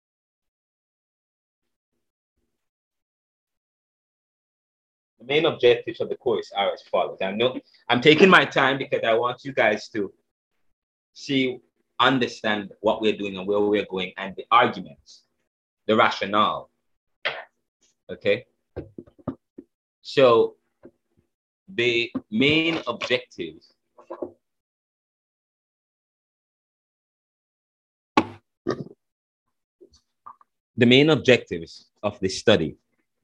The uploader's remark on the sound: The Lecture delivered via the Zoom platform was dynamic and is infused with African drums, reggae music, and classical music in the backgrounds.